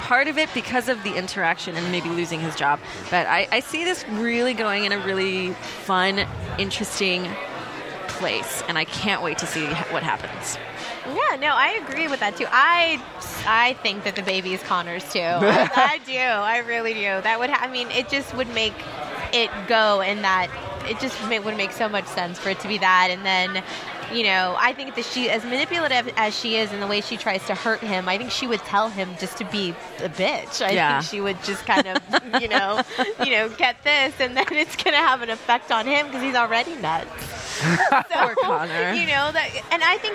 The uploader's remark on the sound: LIVE from the Kari Feinstein Style Lounge gifting suite for the 2012 MTV Movie Awards